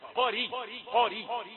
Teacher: رقق الراء حتى لا تشتبه بتفخيم القاف، حتى لا تأخذ شيئا من تفخيم القاف. · Term: ترقيق الراء